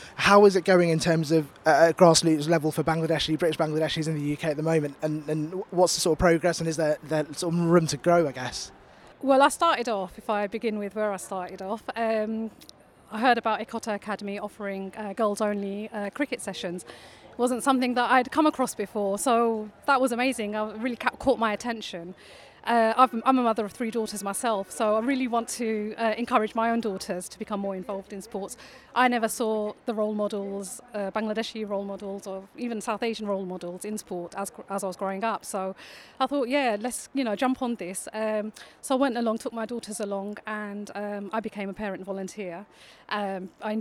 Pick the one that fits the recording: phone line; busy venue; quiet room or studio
busy venue